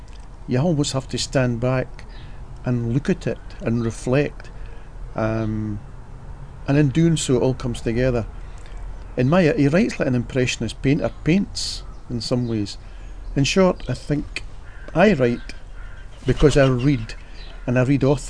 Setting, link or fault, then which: setting, outdoors